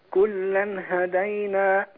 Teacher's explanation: كلا النون التنوين هنا مظهر عشان بعده هاء